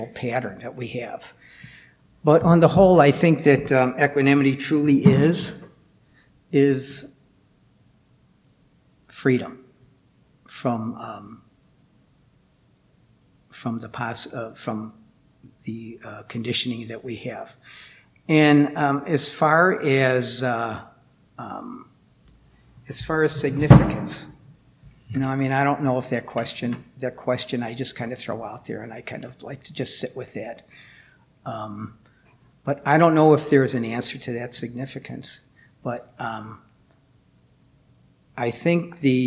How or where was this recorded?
large echoing room